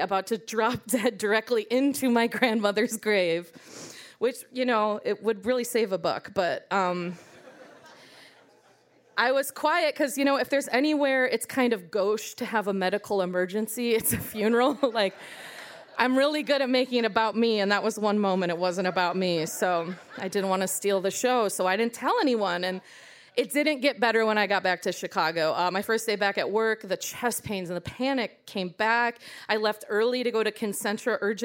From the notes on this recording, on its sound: The First Time is a live lit and music series recorded at Martyrs in Chicago's North Center neighborhood.